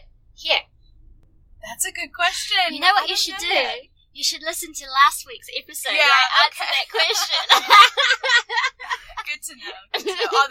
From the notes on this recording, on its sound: We just recorded this interview while in the car. On the way to the airport. Recording literally on the road.